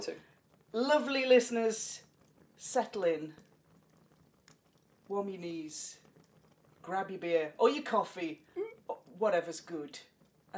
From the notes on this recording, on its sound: Background fire ambience